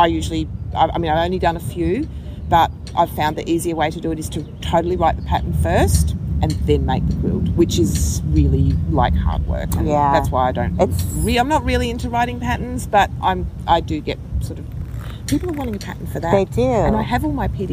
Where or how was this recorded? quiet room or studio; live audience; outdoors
outdoors